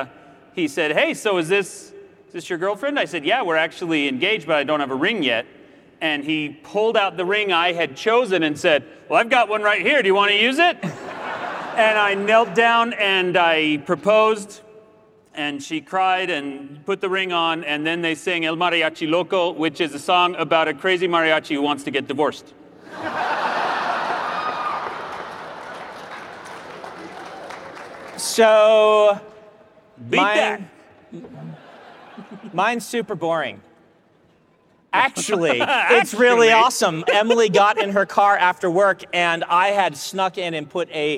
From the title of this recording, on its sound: Live Q&A at Dragonsteel 2023!